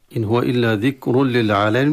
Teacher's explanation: التنوين حكمه إدغام في اللام، إدغام من غير غنة، إدغام من غير غنة وتسمى إدغام تام.